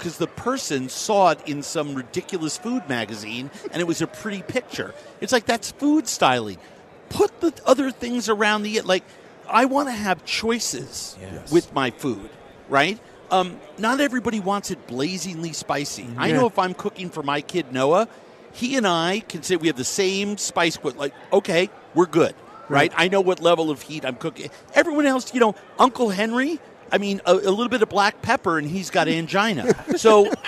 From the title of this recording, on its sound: live from Super Bowl Radio Row